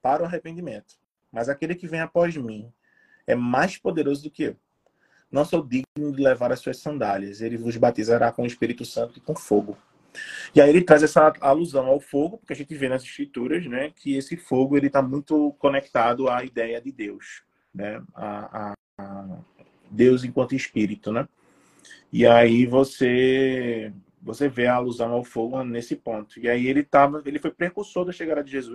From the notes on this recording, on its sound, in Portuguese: Live realizada através do Instagram